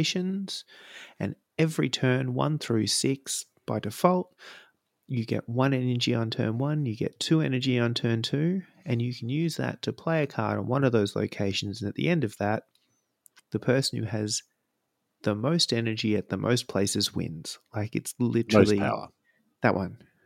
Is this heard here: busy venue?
no